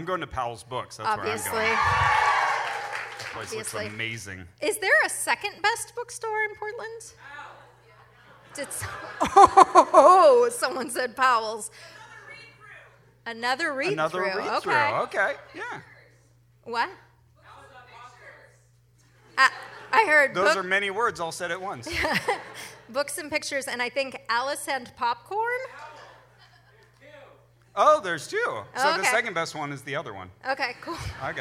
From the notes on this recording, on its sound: Portland Live Show Edition. Live from the Mission Theater in Portland, Oregon.